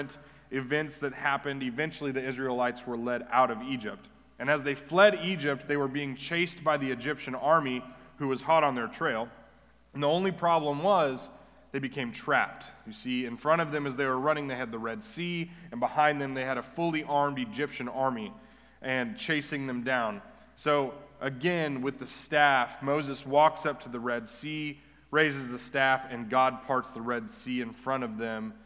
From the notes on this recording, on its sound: Recorded live at The Fellowship at Two Rivers